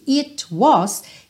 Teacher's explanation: esse it was, que ficou com rarará no T